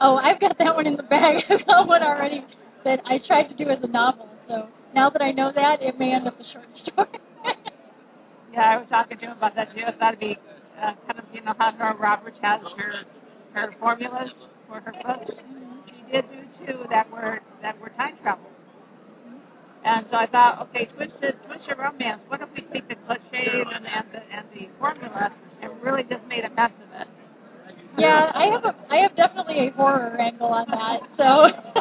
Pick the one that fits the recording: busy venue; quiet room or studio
busy venue